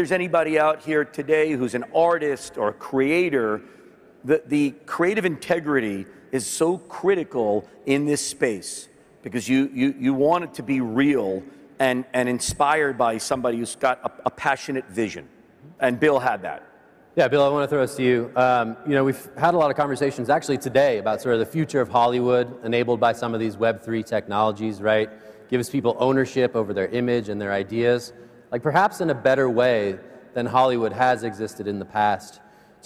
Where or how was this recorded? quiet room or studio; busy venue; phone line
busy venue